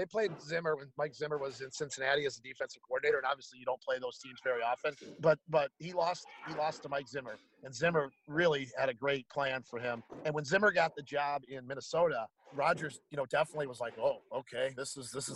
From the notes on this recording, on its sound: Live from Regents Field in Ann Arbor, Michigan.